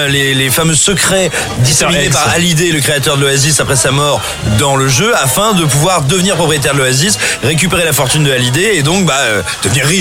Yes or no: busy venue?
yes